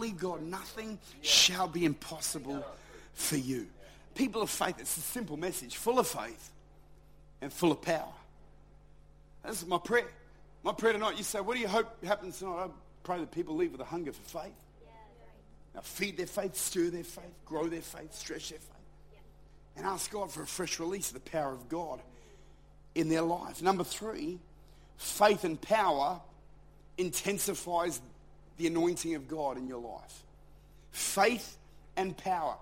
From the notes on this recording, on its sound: Recorded at Lifepoint Church, Adelaide.